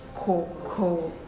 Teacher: there is an extra puff of air, because it is in stressed initial syllable. It's initial in a stressed syllable. · Term: aspirated sound